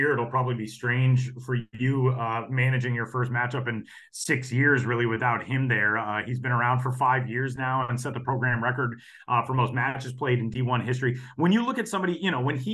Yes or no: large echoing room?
no